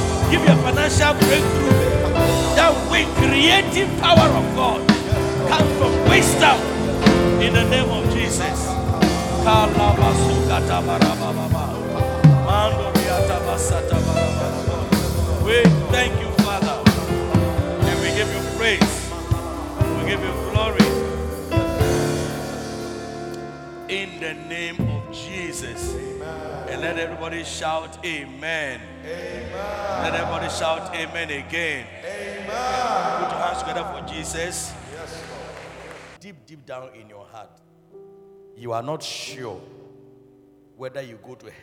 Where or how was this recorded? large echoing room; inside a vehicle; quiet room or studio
large echoing room